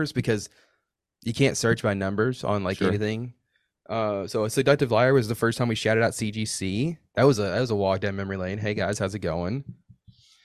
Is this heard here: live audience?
no